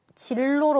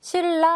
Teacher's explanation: 신라 발음하면은 받침은 원래는 니은이지만 발음을 하면 리을로 바뀌게 되죠. 자, 이렇게 니은이 리을로 바뀌는 것을 유음화, 유음이 리을이기 때문입니다.